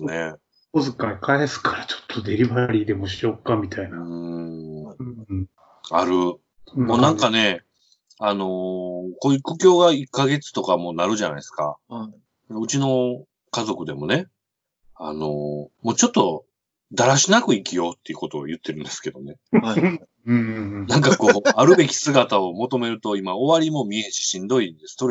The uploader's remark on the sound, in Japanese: 自粛期間中のオンライン飲み会を収録してみました。酔っ払いのダダ喋り。